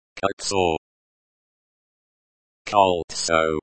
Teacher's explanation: Colon, koltso, emphasis on the first syllable.